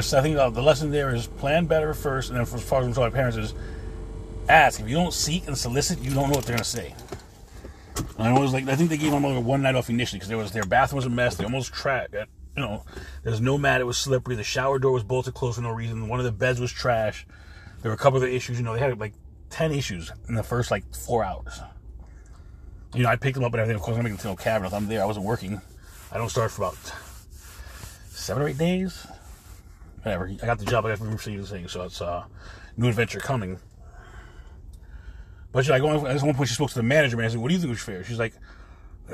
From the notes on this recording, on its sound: In this CarCast